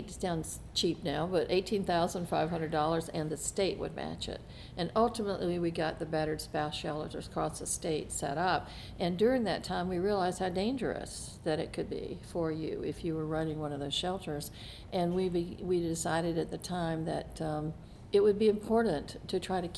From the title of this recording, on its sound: Live from the Z. Smith Reynolds Renew & Refresh Retreat